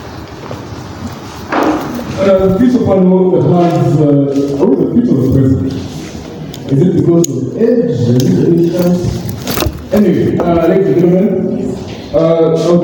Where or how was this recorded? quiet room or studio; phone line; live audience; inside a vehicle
live audience